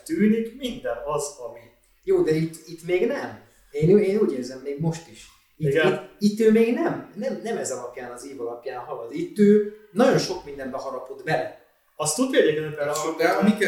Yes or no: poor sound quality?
yes